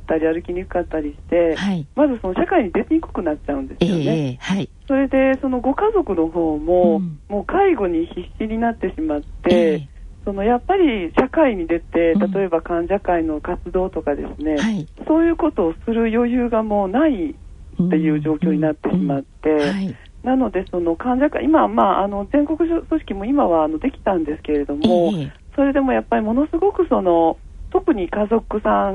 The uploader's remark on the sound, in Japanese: 電話インタビューの模様をお伺いします。